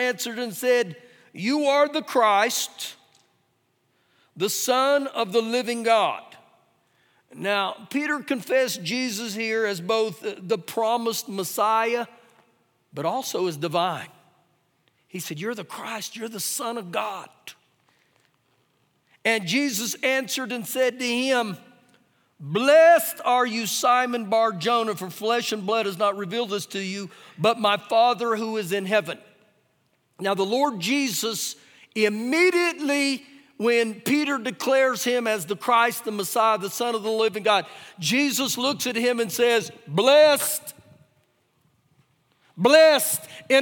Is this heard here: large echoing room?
yes